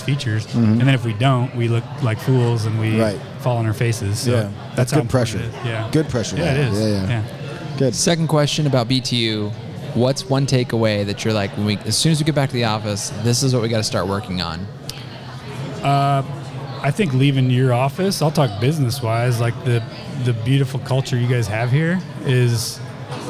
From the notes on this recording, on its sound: This week we are live from Buildertrend University.